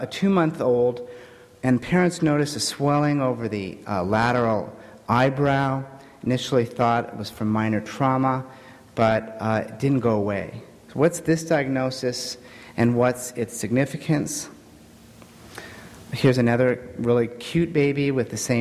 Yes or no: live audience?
yes